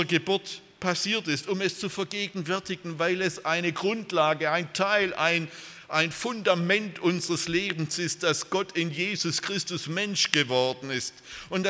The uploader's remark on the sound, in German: aus dem Gottesdienst der Liebenzeller Mission